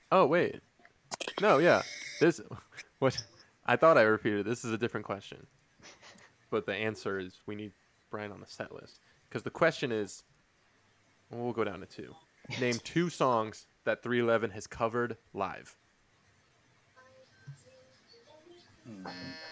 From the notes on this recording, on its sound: Technical difficulties aside